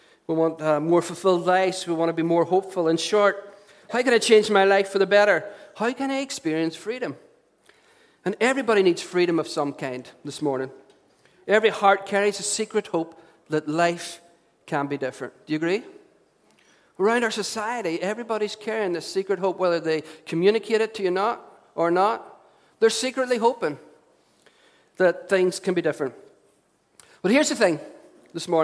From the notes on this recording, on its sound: Recorded at our storehouse venue.